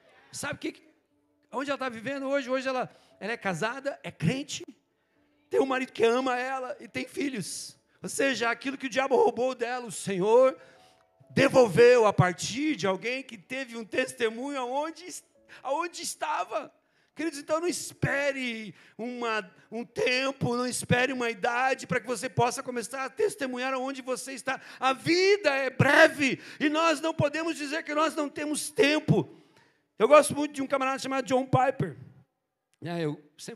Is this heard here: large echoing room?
yes